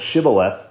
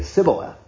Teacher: there was something going on with these men of Ephraim that they could not pronounce that SH sound. So instead of Shibboleth, they would say Sibboleth.